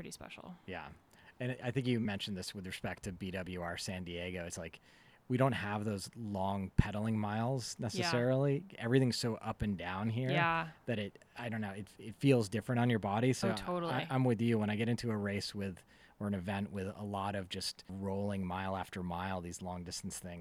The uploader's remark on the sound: This week we sit down face to face. This conversation happened to be recorded in my backyard. Please enjoy the ambience that nature can provide.